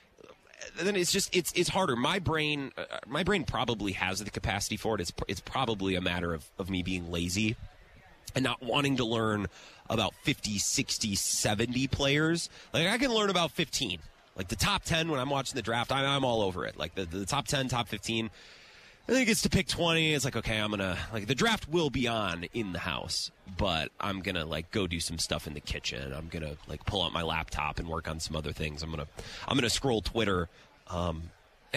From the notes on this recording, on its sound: live at Radio Row